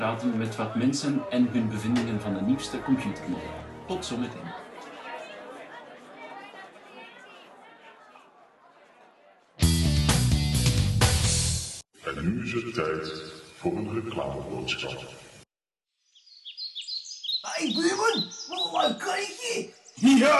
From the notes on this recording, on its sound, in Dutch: Pixelburg brengt live verslag vanaf de vierde Pixelburg Electronica Braderie.